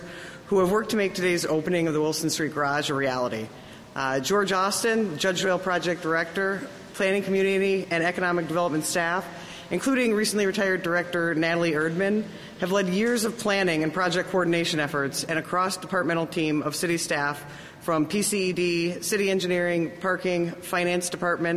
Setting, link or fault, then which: setting, busy venue